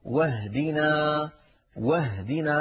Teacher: انتقلنا من الواو إلى الهاء ولم نقل واهدنا، فالهمزة سقطت هنا لأنها صارت في وسط الكلام. بينما لو بدأنا بكلمة بفعل اهدنا كما في الفاتحة نقول اهدنا اهدنا. · Term: همزة الوصل